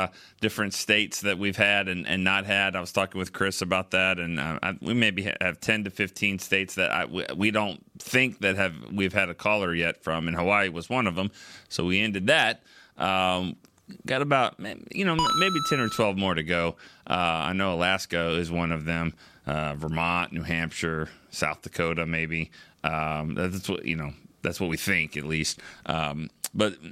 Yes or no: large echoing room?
no